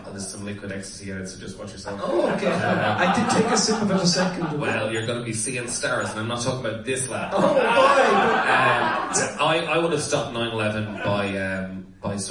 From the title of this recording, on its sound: LIVE AT DUBLIN POD FEST 2018